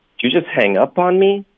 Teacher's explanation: Me 不是重音，hang up 才是重音。